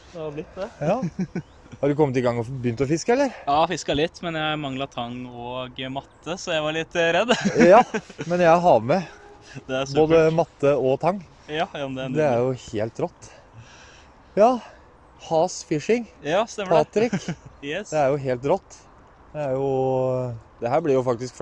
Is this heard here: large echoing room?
no